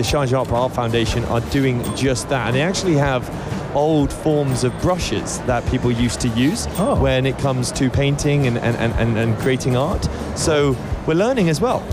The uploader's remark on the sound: Live From SIBF 2023: Walking Around the Book Fair. In the UAE.